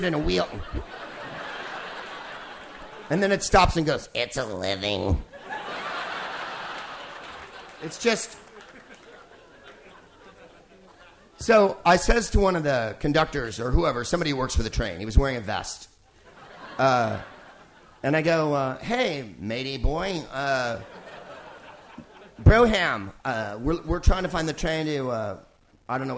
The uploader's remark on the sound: Live from the Hay Festival in Wales